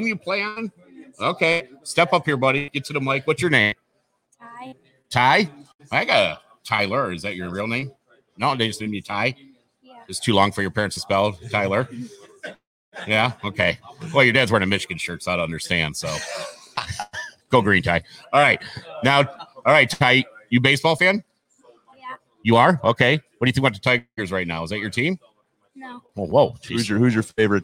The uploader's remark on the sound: Live from inside the Pro Sports Zone at Laurel Park Mall for the 1st Pro Sports Zone Card Show.